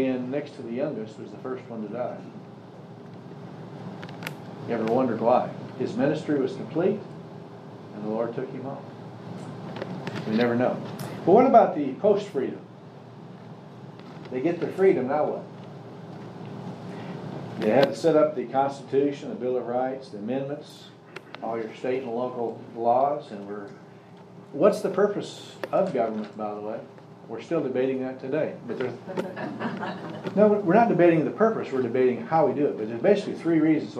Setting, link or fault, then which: setting, live audience